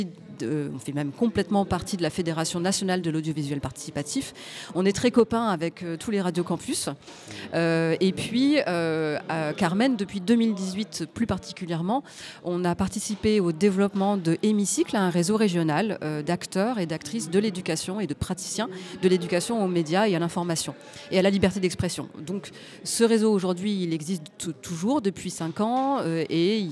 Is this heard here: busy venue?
yes